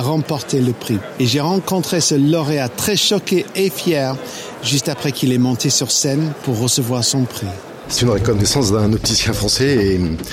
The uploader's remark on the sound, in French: (FR) Épisode 2 "en direct" du Silmo Paris 2023.